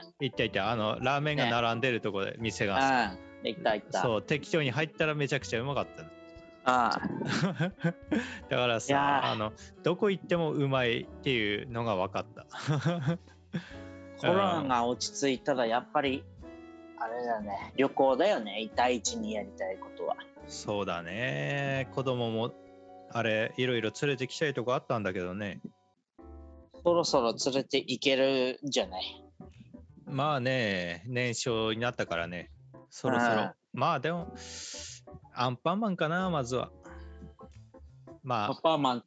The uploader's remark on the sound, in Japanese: zoom飲みの様子を配信